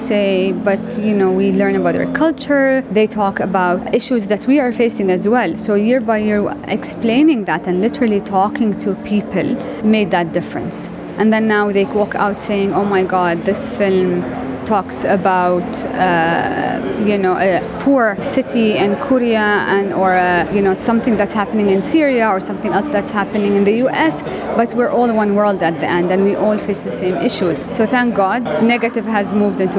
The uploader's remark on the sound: Sharjah International Film Festival for the Children and the Youth 2023 Press Conference